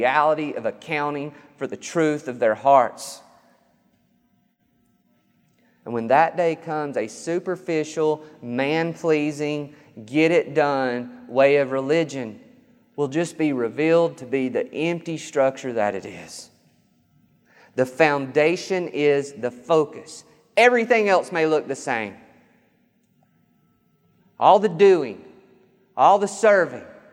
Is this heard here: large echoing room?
yes